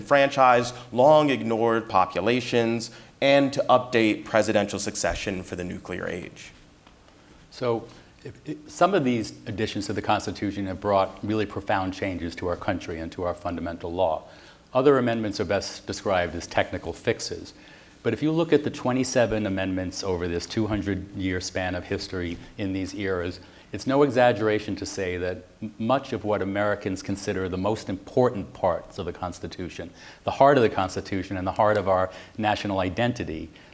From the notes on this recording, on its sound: Constitution Day Celebration. Live audience Q&A.